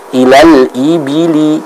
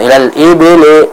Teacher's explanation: Jadi kasrah itu tidak boleh dibaca dengan logat E, tapi harus dibaca dengan I. · Shown in: first take